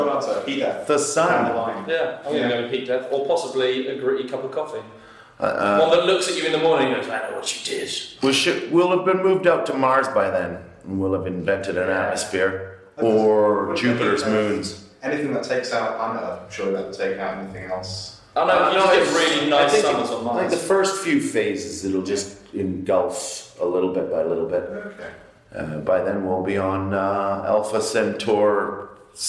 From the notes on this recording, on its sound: Recorded backstage at The Junction, Cambridge (that's why it's all reverbie).